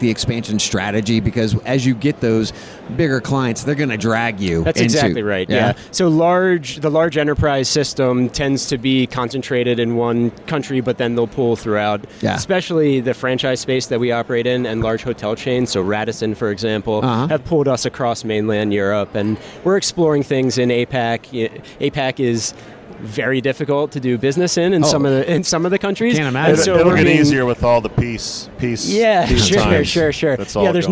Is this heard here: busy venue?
yes